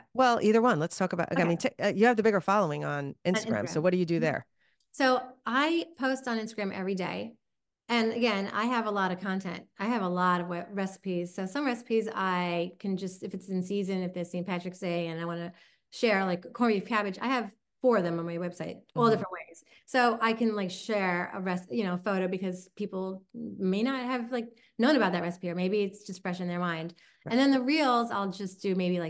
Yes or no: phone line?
no